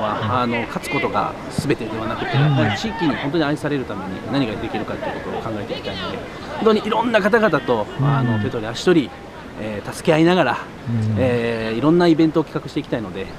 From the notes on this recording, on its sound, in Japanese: 京都サンガFC対長野パルセイロのあとに行われたミックスゾーン取材で録音した。